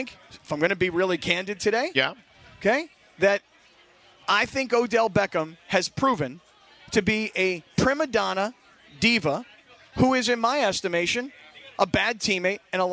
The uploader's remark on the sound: LIVE from Bastards Canteen in Downey to celebrate Veterans Day!